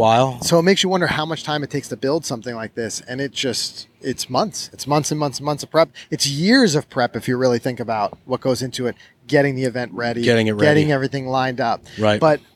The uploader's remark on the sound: We're on location in Brookline at The Country Club